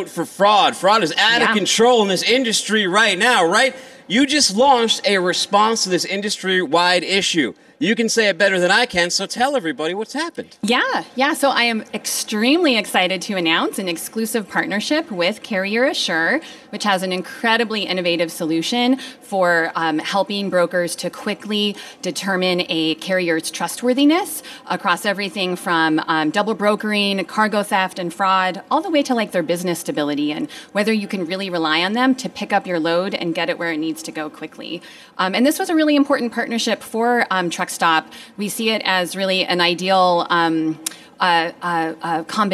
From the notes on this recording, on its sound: Is coming to you live from day at FreightWaves Future of Supply Chain in Cleveland, OH.